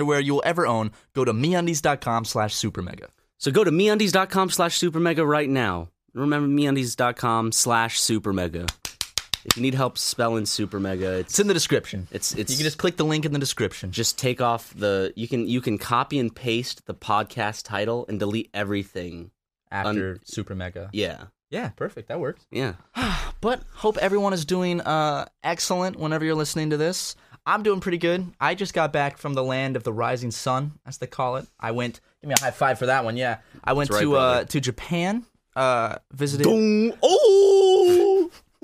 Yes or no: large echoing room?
no